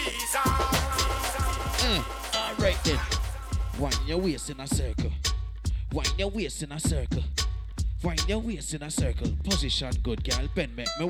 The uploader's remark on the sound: Live At Dancehall Brunch in Huckster in Paddington Saturday Afternoon